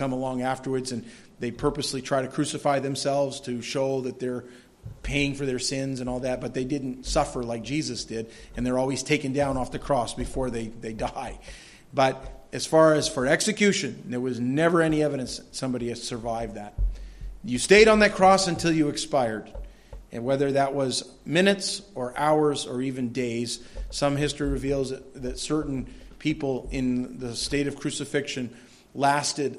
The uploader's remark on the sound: This audio sermon entitled, The Death of Jesus, was delivered at Madawaska Gospel Church on the morning of July 24, 2016.